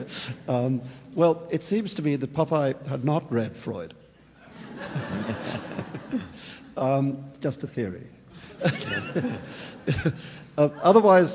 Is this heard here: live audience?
yes